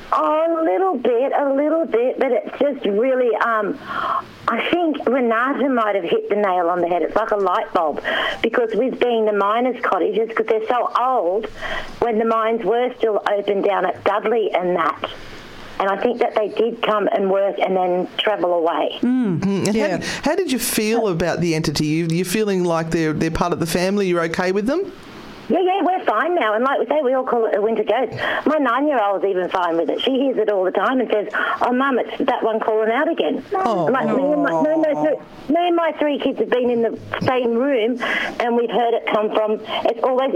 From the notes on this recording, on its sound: Our listeners call in with some interesting questions.